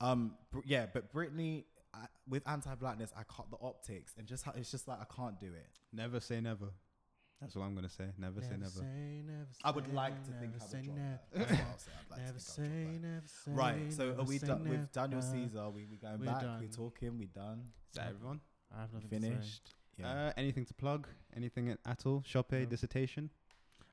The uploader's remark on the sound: If you notice a change in the sound quality or volume of today’s episode, it is an error on our part that we only realised hours after uploading to all platforms.